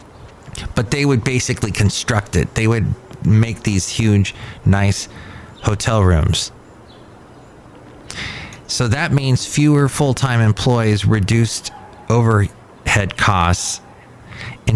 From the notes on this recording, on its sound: podcasts live from Cafe Anyway